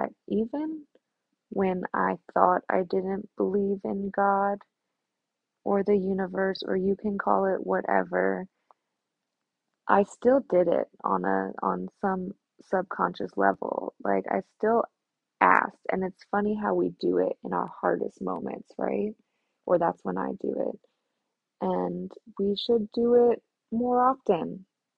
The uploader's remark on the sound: the sound quality of this episode might test your patience